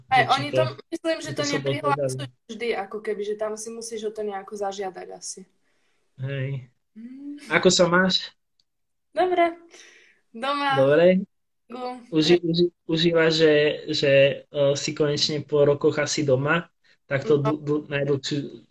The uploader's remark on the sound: This episode of the Podcast has been recorded through Instagram Live